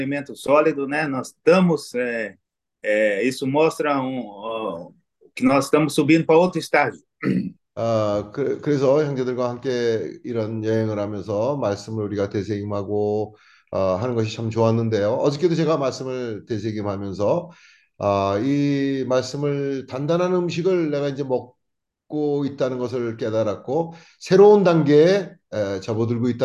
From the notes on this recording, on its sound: zoom meeting